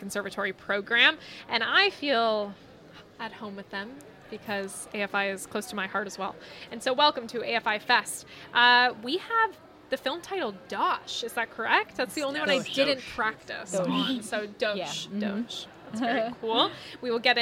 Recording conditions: busy venue